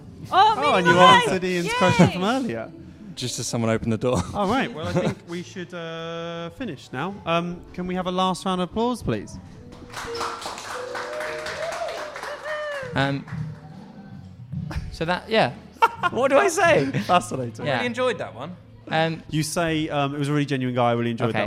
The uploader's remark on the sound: This episode was recorded at the Leyton Technical on 7th July 2019.